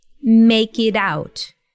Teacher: we have a flap T, or this D sound, in the word it